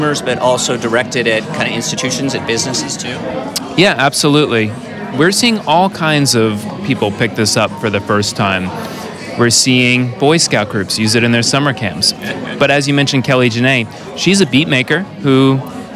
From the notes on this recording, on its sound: As a matter of fact, we’re listening to some of the music now, produced live at the event for us by the Artiphon team.